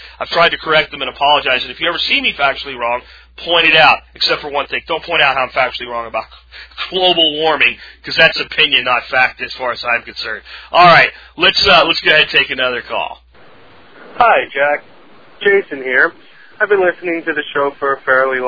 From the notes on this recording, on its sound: Listener phonecalls